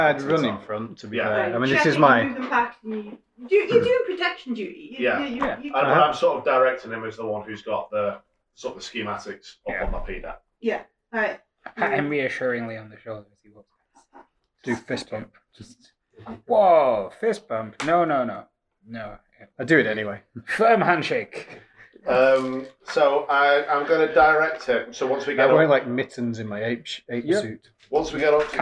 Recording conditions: poor sound quality